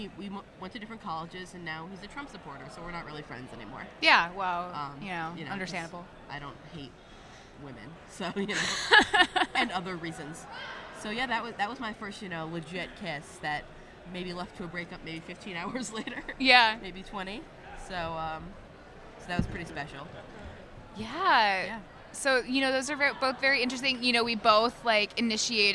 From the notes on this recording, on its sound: Live from INTERNET YAMI-ICHI